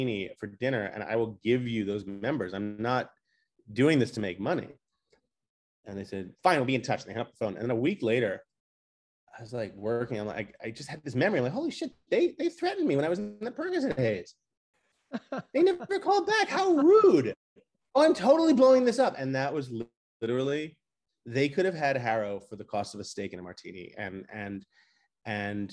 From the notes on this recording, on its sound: We sat down (virtually)